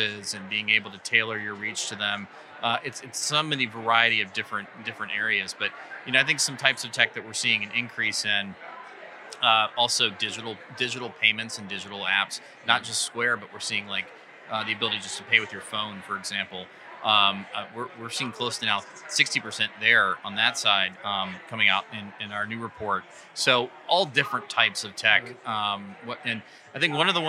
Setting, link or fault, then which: setting, busy venue